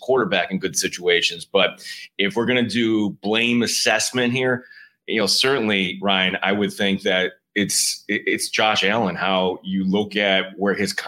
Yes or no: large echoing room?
no